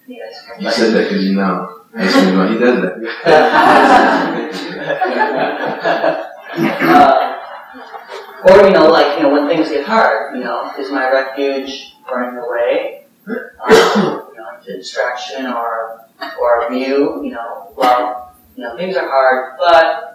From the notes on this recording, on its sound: (Common Ground Meditation Center) Note: Poor Audio Quality.